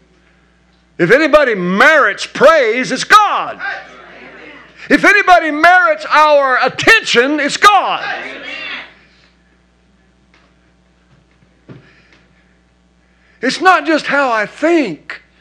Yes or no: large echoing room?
yes